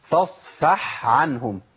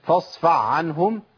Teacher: طب اقول لك الخطأ برضه عشان تاخد بالك ما تقعش فيه، فاصفع عنهم. انا كده ابدلت الحاء بعين على طول، ادغمت. · Shown in: second take